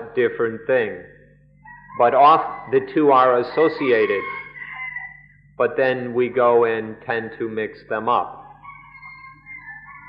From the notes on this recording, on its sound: Gave regular lectures during the international retreats held at Suan Mokkh and then Suan Mokkh International.